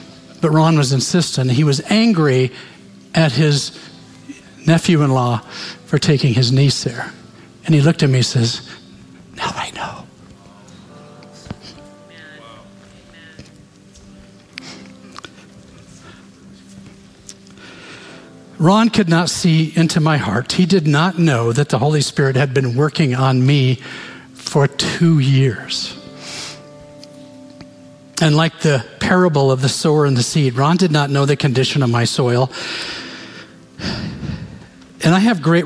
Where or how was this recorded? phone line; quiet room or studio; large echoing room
large echoing room